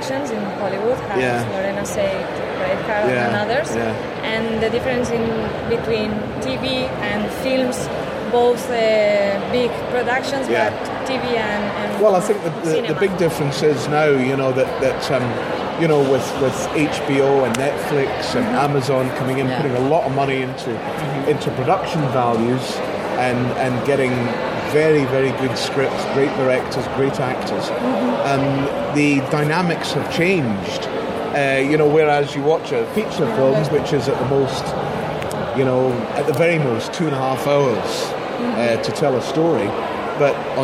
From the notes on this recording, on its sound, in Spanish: En directo desde VGCómic